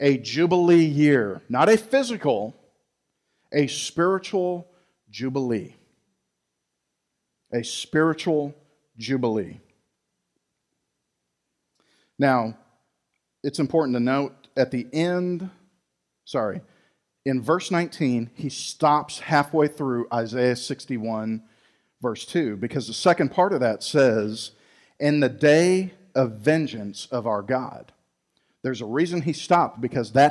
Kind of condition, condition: setting, large echoing room